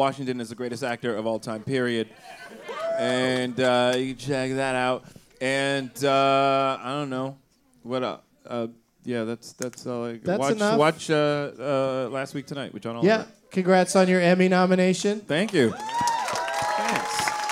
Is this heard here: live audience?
yes